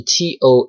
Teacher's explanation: 因为中文当中其实是这个豆腐的的，其实也是清辅音，所以他会选择用一个清辅音来带它 tofu。